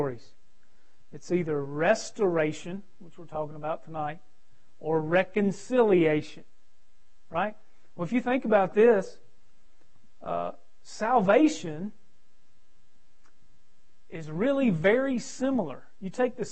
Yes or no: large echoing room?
yes